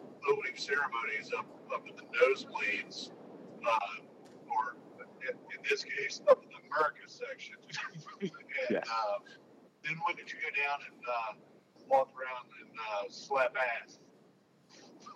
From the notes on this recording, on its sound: Have been on the road for a while chasing trout from Pennsylvania to Tennessee and hatched the idea to record an episode from the road as they were rolling back south towards the Land of Tailing Redfish. We generally do our best to remain entertained along the two lane hell that is known as Interstate 95 in South Carolina. The audio may be a little off on this episode, but hey; we we're trying something new.